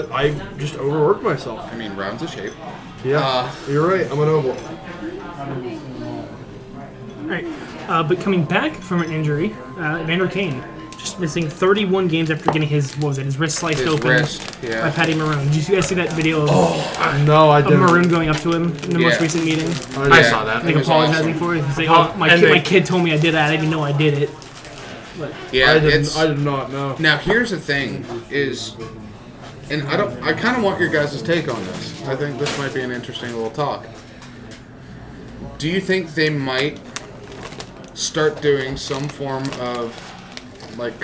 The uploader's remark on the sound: Live from Eduardo's! Live for the very first time out of studio, in public!